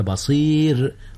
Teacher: رققت الراء لأن قبلها ياء وهي ساكنة